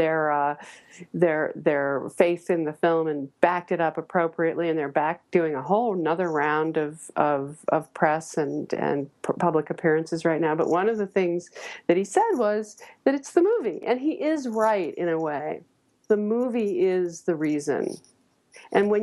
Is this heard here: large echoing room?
no